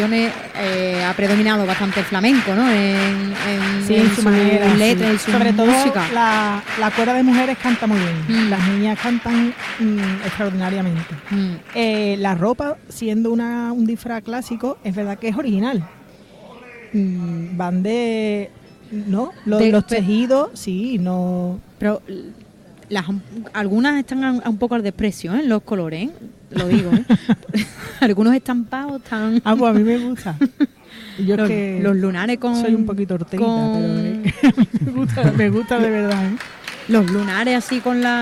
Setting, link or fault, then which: setting, live audience